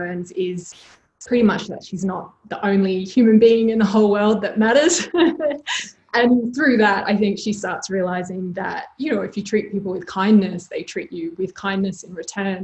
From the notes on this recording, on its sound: Live Recording: A LoveOzYA All Stars panel. This is a live recording of an online event hosted via Zoom during the Covid-19 crisis.